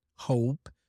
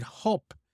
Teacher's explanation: make sure that you pronounce the diphthong, O, hope, because if you say hop, it sounds like another word in English · Shown in: first take · It's like jumping, rabbit, hop, okay?